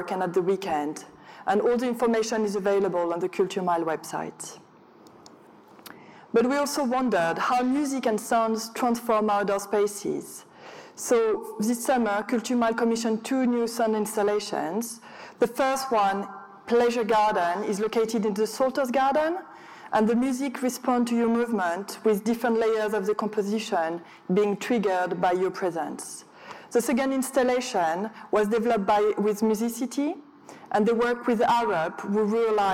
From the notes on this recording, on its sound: An on-stage conversation